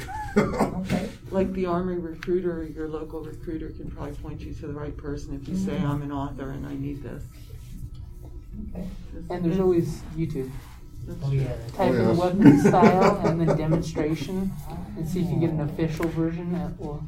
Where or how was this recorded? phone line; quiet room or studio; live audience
live audience